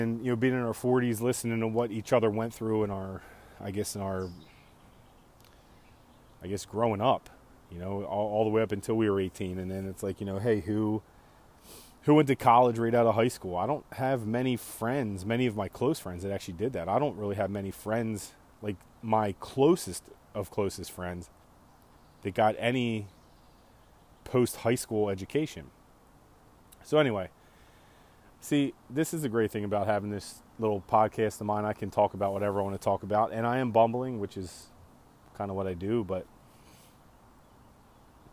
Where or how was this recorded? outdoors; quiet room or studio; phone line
outdoors